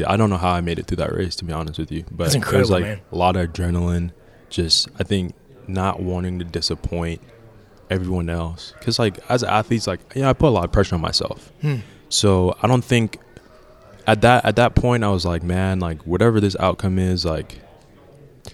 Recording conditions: busy venue